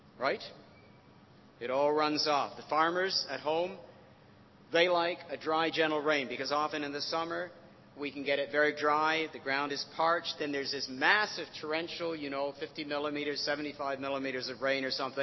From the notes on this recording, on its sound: Recorded at North 2013 an event organised by ChristCentral, part of Newfrontiers.